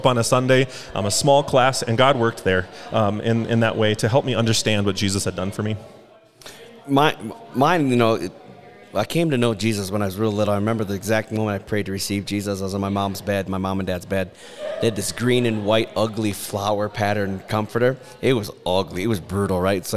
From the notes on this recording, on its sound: LIVE at FLY. Record on-site at the 2023 FLY Convention in front of a live audience. Attendees ask questions.